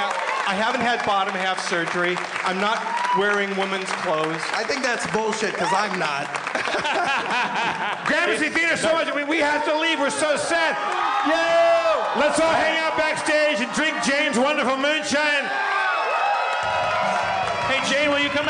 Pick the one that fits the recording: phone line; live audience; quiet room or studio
live audience